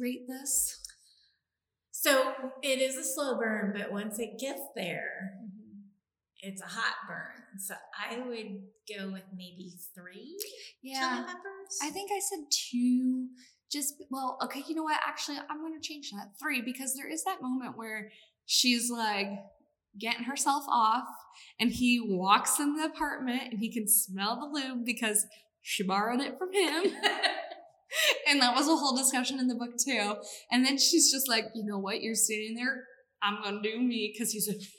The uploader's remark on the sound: This episode may sound a bit echo-y